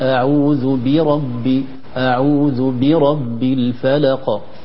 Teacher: قل أعوذ أعوذ بربي، وليس أعوذ برب الفلق، البعض يقول قل أعوذ برب أعوذ بربي يسكن الباء، البعض يقول قل أعوذ برب الفلق أعوذ بربي، لكن الصحيح بيان الكسرة المحققة برب